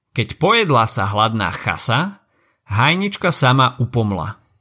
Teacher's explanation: Prízvučné slabiky sú potom na párnych slabikách. · Term: jamb